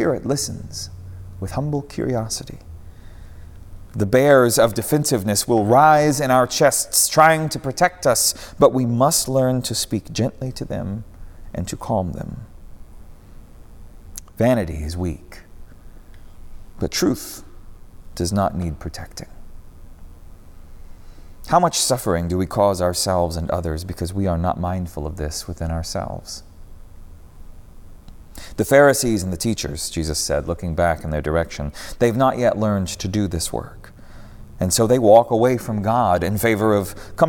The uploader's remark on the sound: preached at Northminster Church